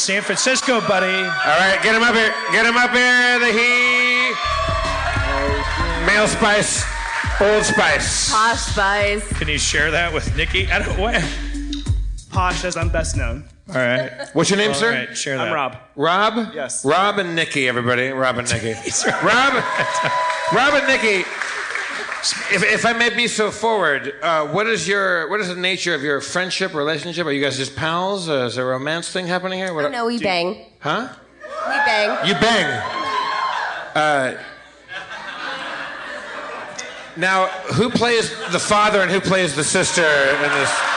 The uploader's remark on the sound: LIVE at San Francisco Sketchfest 2016!